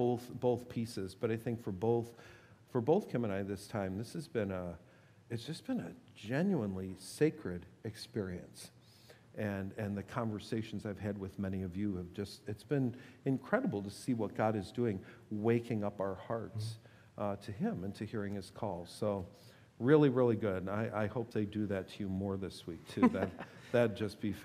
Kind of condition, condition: setting, large echoing room